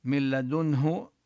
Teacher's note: أما بالنسبة للنون من لدنه فحكمها الإدغام بلا غنة، من لدنه، والنون قبل الهاء بلدنه حكمها الإظهار.